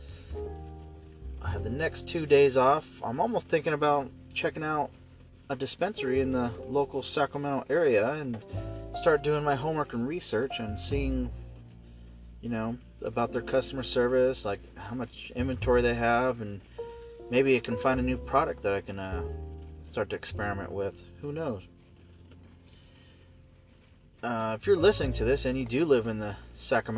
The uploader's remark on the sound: I'm just sitting in my car testing out my microphone.